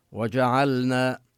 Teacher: وهنا ننتبه لبيان اللام لا تدغم في النون، ونمد الألف مدا طبيعيا بجعلنا بعد النون.